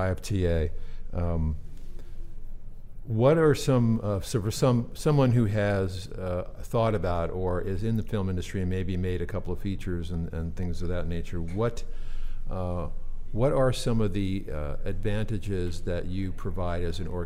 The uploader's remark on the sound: Broadcast LIVE form the American Film Market! Over 8,000 industry leaders converge in Santa Monica for eight days of deal-making, screenings, seminars, networking and parties.